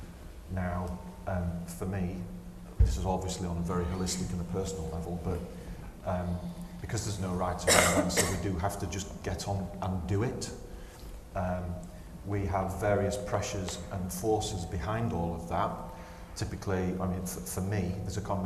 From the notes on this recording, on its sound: recorded live as part of a breakfast briefing session at UKREiiF in Leeds in May